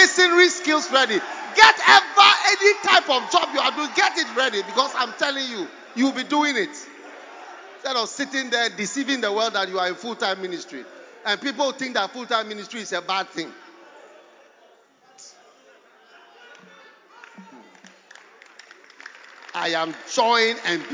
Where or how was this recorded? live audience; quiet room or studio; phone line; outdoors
live audience